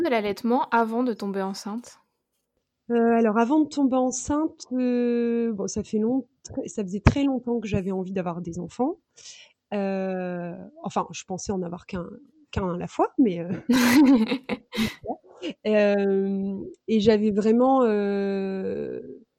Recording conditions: poor sound quality